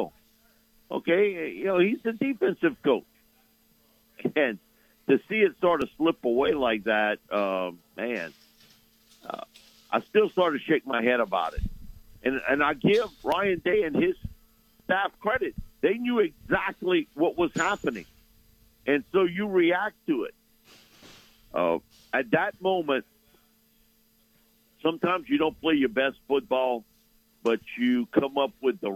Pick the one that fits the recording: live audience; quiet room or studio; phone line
phone line